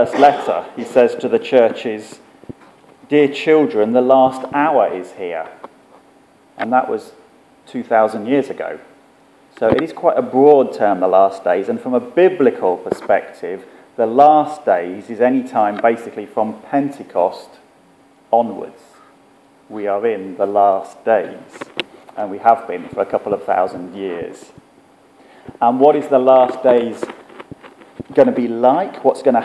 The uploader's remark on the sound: Our sermon from the 9am service.